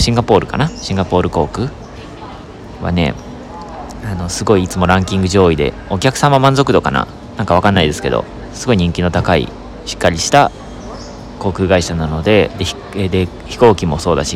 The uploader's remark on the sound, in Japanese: カタールのドーハ空港より収録！